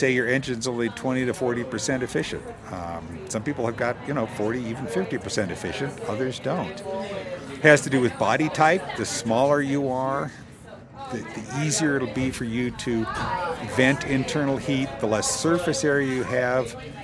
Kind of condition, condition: setting, outdoors